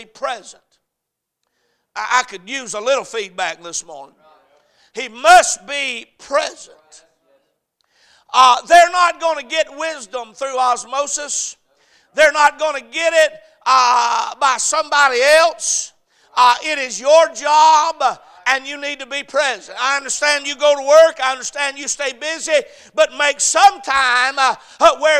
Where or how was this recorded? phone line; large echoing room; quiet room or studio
large echoing room